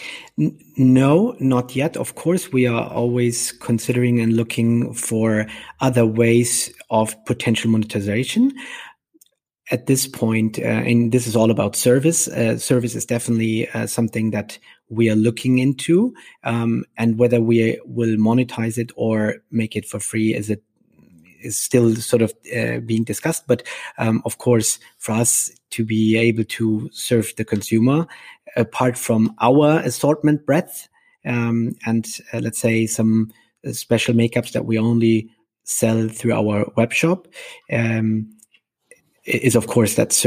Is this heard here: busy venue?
no